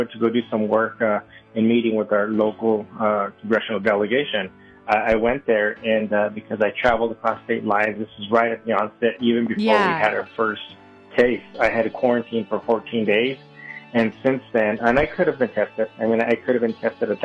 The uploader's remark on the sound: weekly conference call